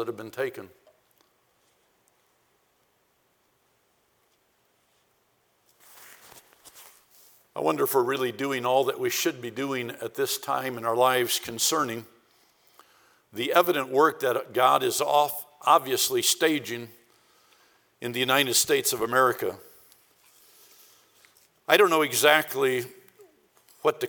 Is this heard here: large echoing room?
yes